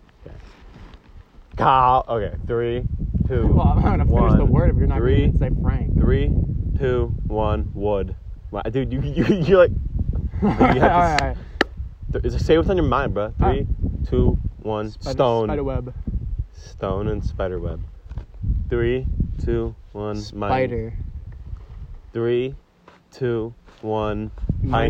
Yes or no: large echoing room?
no